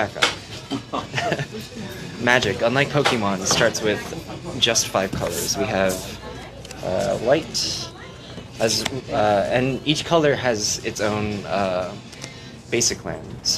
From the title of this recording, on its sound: Live at Doc's Comics and Games